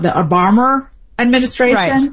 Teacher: And so that rule gets over applied to cases where it's possible there could have been an R, even though there actually wasn't. And so Obama and administration, you have an O and then an A. And so it's kind of inserted there as if there were an R because it's sort of misanalyzed as having one. · Term: linking R